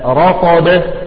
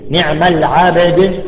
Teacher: كلمة مثلا رطب نقف عليها بالقلقل للطاء والباء · Term: قلقلتين